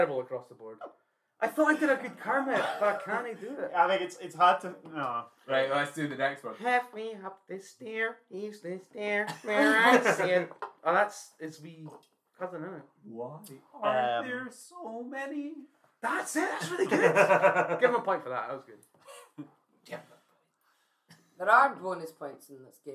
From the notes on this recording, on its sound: Due to the sudden and loud nature of the game the audio volume will vacillate between being of hopefully a reasonable level to being a lot quieter. This is because there are explosions of sound and I didn't want anyone's eardrums to take a hammering.